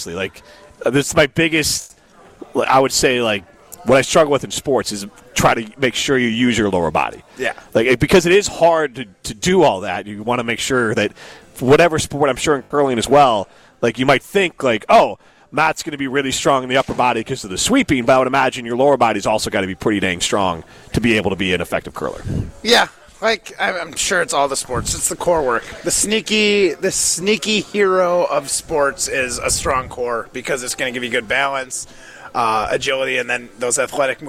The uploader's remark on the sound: The guys are live from X-Golf in Madison